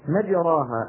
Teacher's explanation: أملنا فتحة الراء نحو الكسرة وأملنا هذه الألف نحو الياء · Term: إمالة كبرى